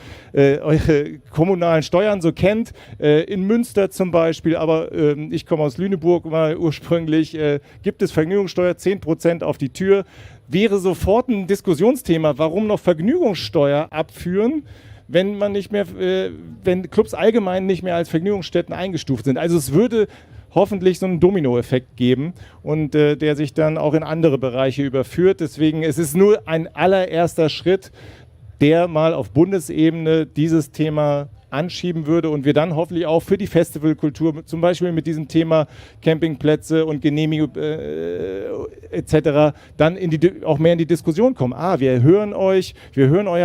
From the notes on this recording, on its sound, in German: Viele dieser Fragen - wie auch weitere aus dem Publikum - werden zur Sprache kommen.